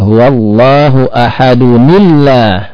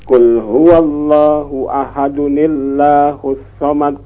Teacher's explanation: huruf nun itulah yang disambungkan kepada kalimat atau lafat Allah